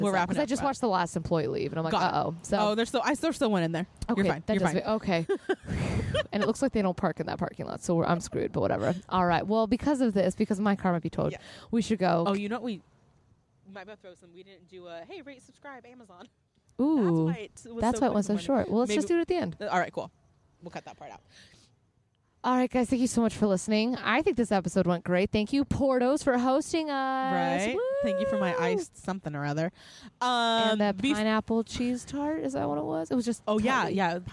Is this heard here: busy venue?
yes